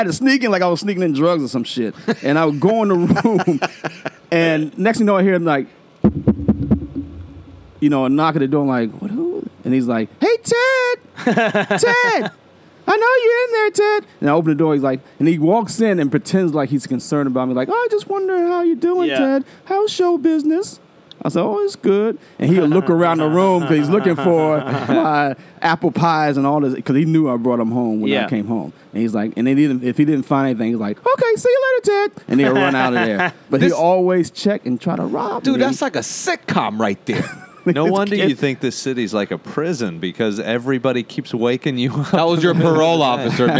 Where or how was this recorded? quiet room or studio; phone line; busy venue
busy venue